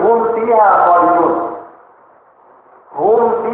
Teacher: Min sukun ketemu fa, harus jelas minnya ketemu fa.